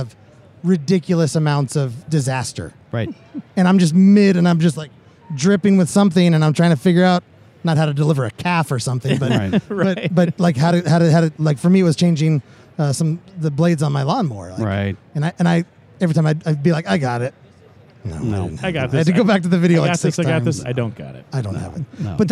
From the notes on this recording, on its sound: live from AIA 2019 Exposition.